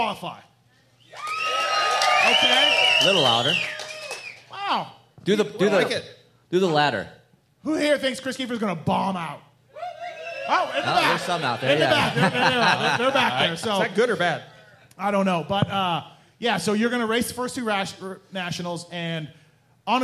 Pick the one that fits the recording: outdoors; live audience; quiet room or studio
live audience